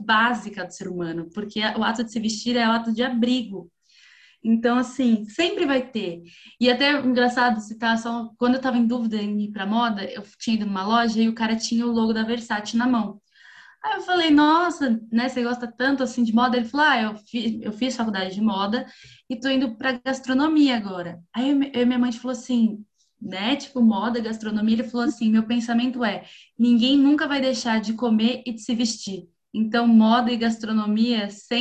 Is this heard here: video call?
yes